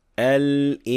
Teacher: Now, when we compare that to the case of ikhfa, the nun is a separate sound from the letter that follows it. There is no assimilation whatsoever. We are just hiding the nun.